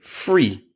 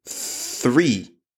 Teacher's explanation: my Polish speakers say free instead of three. TH, tongue out.